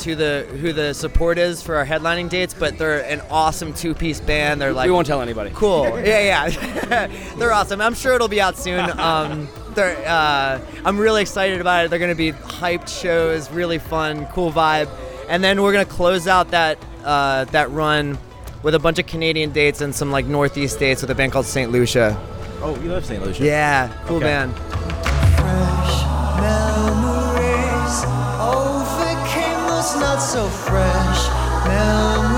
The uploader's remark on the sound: backstage at Philadelphia's 'Budweiser Made in America Festival